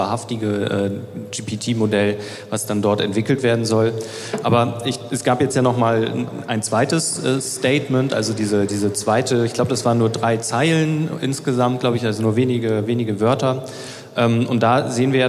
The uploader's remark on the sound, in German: Die Diskussion findet auf der Bühne des Waterkant Festivals 2023 statt